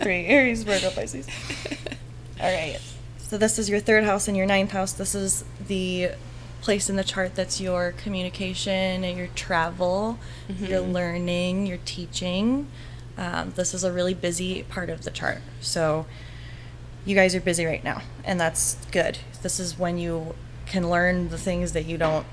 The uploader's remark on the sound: We hope you enjoy the sounds of the city as we record in our store front at 8 Jefferson in GR, MI.